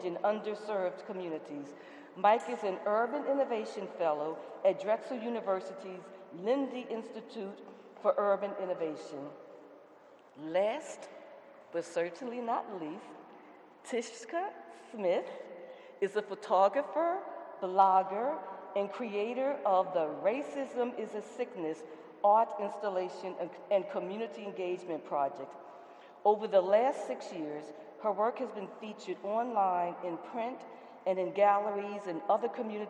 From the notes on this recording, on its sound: Audio from the Blue Note Salon, an April 21st panel curated by Black Quantum Futurism at the Icebox Project Space.